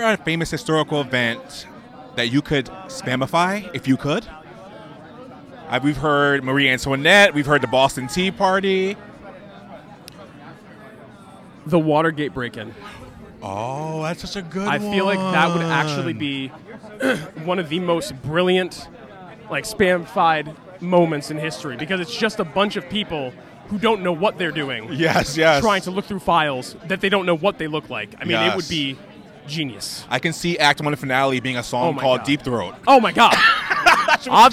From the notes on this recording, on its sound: Live on the red carpet of Monty Python's Spamalot. Live from "Monty Python's Spamalot" Opening Night Red Carpet. Live on the red carpet of Monty Python's Spamalot.